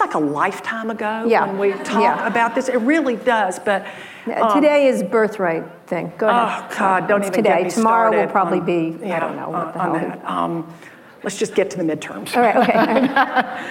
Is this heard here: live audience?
yes